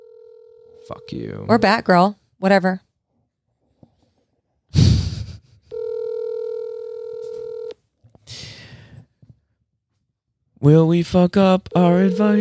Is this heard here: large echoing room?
no